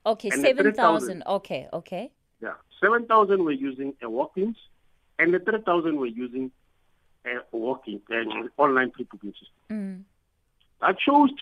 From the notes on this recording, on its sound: For more on this we are joined on the line